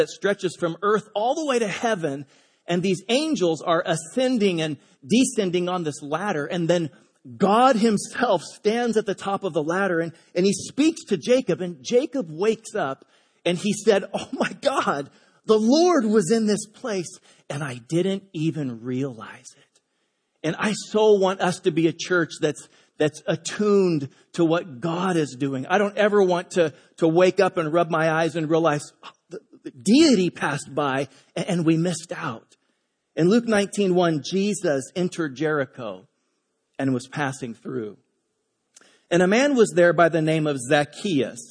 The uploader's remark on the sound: Delivered on 15 October 2017 at Grace Church of La Verne. At Grace Church of La Verne.